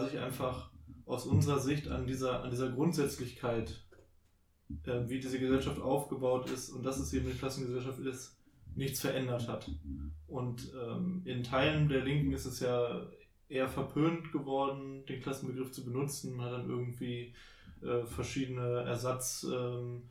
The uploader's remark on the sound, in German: Ab der nächsten Folge wird die Audio Qualität auch nochmal etwas besser, versprochen!